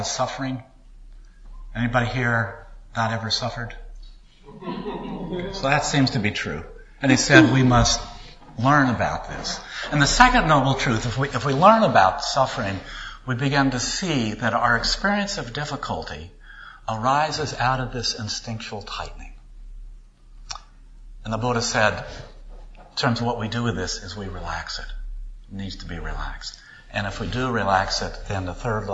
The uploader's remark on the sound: recorded at a service given by the Unitarian Universalist Society of Sacramento